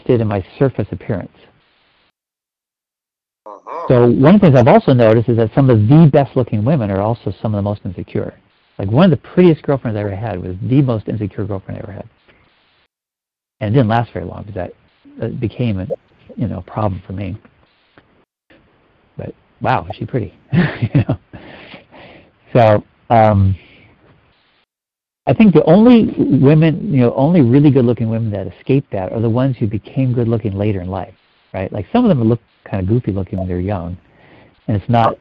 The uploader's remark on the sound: Finding Love Live Q&A Calls.